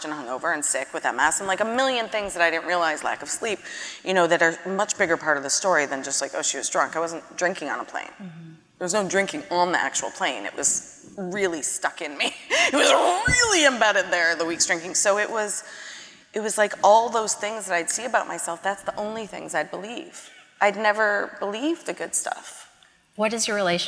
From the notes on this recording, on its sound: a conversation from the 2022 Portland Book Festival